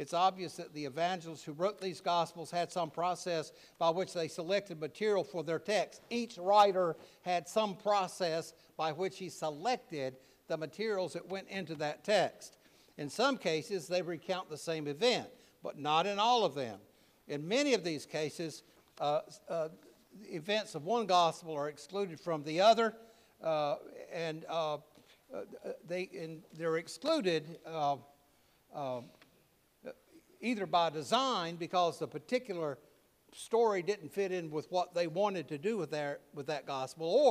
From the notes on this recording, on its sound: preached at All Saints Anglican Church in Charlottesville, VA on June 11, 2023